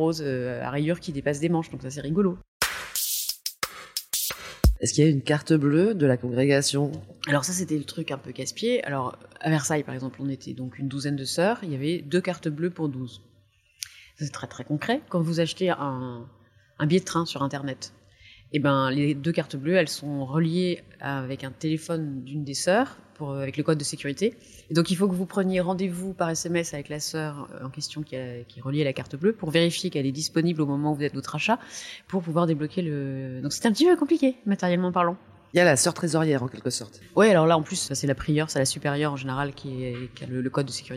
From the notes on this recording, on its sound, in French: Nous avons enregistré dans un bar parisien autour d'un chocolat chaud. Navrée pour la qualité de son qui s'en ressent.